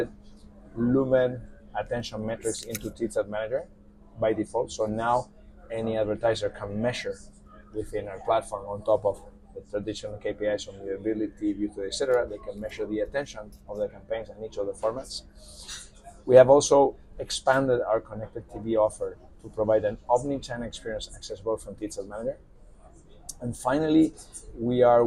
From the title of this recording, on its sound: Live in Cannes Lions Festival 2023